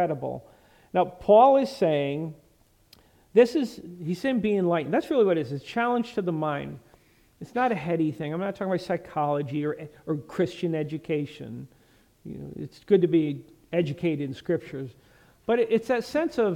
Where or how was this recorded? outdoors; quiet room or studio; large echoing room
large echoing room